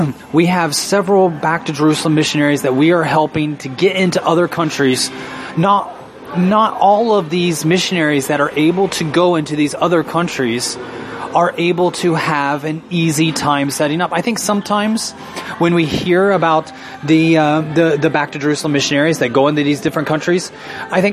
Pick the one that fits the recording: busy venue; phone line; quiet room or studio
busy venue